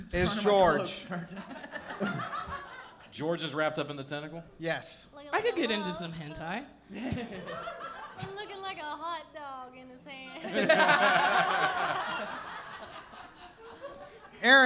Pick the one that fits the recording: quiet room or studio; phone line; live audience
live audience